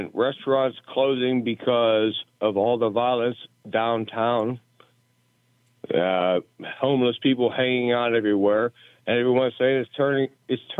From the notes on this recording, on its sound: we take your calls in open phones across America